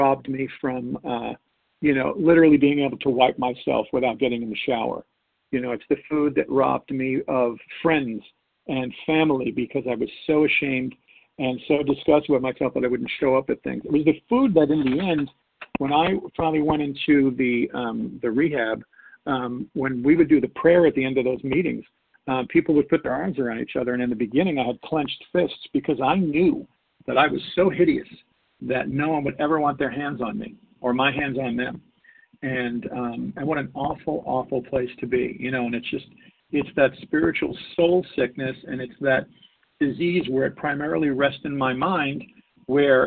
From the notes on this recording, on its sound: 100 Pounders Phone Meeting on 12/6/20